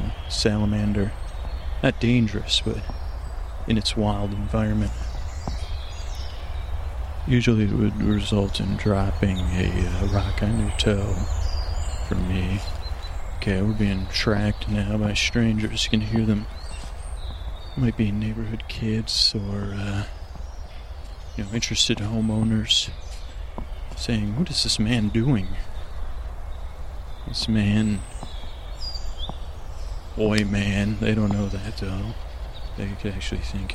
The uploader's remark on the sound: This episode was recorded on location (starts 14:30) and contains ambient noises like birds and moss scratching, as well as me walking.